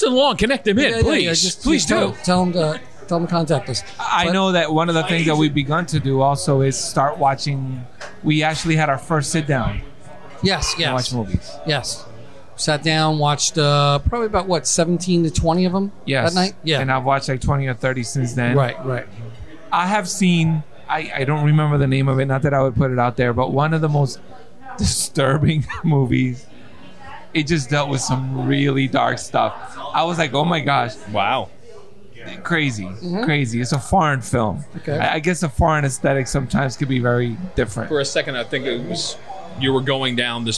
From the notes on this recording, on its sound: podcasts live from Maloney's Pub in Matawan NJ